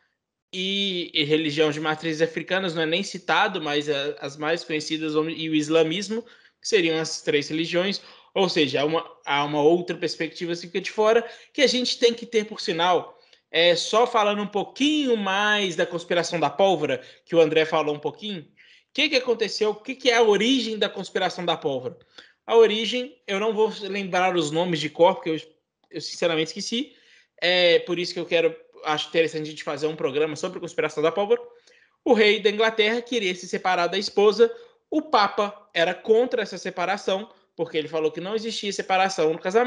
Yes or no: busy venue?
no